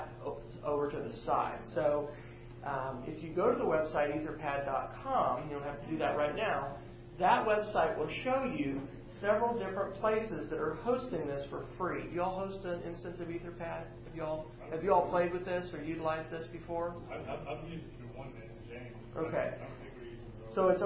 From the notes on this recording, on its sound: Presentation for faculty and staff at Western Oklahoma State College.